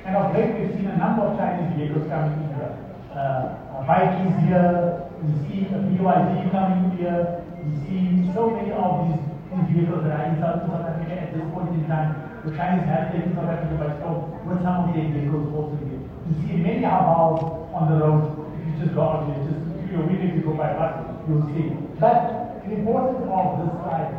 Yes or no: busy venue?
yes